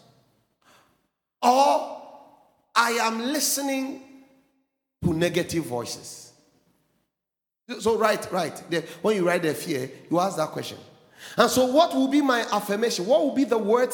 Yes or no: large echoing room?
yes